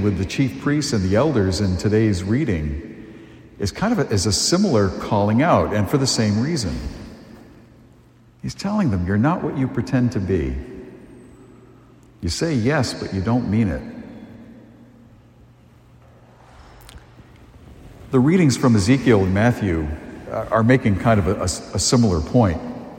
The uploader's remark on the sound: A homily delivered at St. Joseph's Church in Amesbury, Massachusetts.